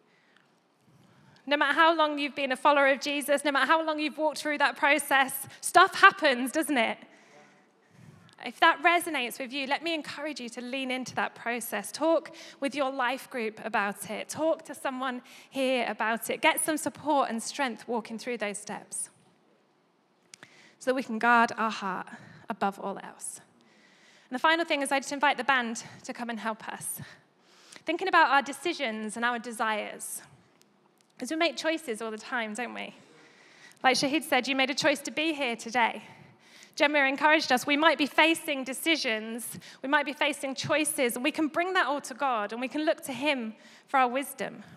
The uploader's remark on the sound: Recorded live at Life Church Lancashire - Sunday 25th September 2022.